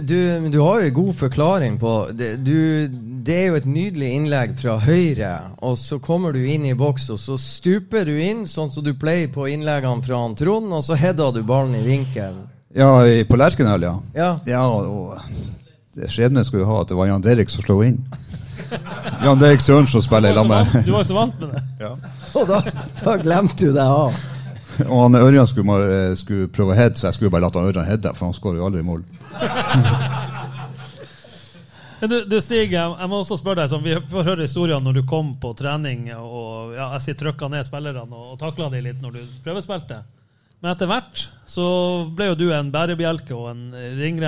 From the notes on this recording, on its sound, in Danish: Live fra Sportsbaren. Ny livepod fra Sportsbaren.